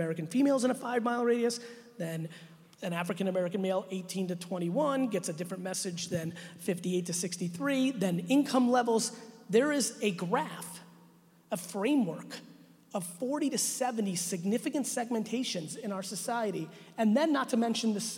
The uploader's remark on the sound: A brand new keynote I did at the 2019 Financial Brand Forum in Vegas.